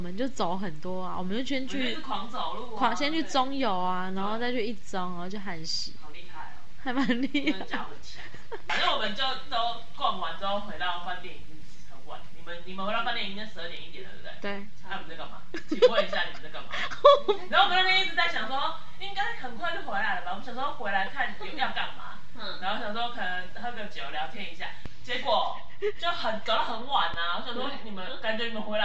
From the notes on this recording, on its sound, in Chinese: 雖然音質爛炸